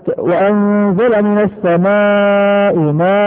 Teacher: السماء مد متصل تمده أربعة، وماء مد متصل تمده أربعة · Term: المد المتصل